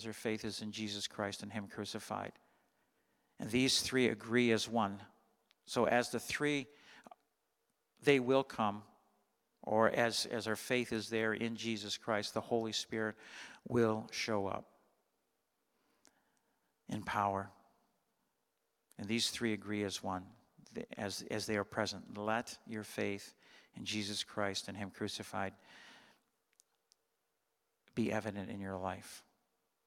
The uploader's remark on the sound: Sunday Morning Service, 2021-12-26